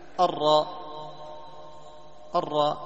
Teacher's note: الراء معروف يعني تضبط مخرج الراء، الراء تخرج من طرف اللسان مع ظهره، طرف اللسان مع الظهر، مع خروجه من ماذا أو مع ملامسته الحنك الأعلى. الراء، الراء من طرف اللسان مع ظهره مع ما يحاذيه من الحنك الأعلى، هذه الراء المفخمة.